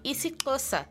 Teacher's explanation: É só bater a língua do lado dos dentes, desse jeito. · Term: clique X